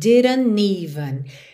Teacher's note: O que acontece aqui é que o N do didn't liga no even.